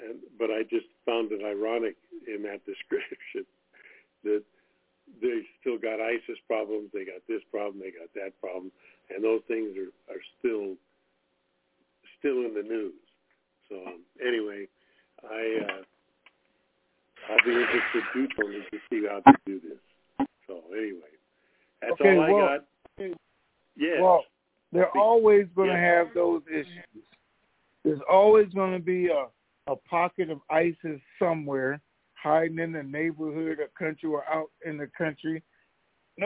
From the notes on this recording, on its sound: TNTSuperfantastic Conference Call